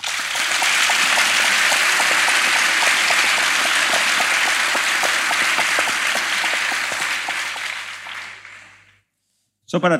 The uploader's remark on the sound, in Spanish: lo hicimos en un teatro con una audiencia en vivo de casi 1000 personas